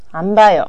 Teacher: この場合はアンっていう否定を作る語がついているので、語中ってことになって今度は濁音になるわけですね